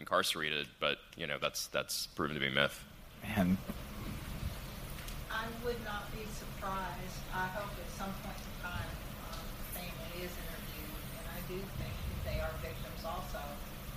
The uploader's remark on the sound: We're live at Crime Con 2018 in Nashville.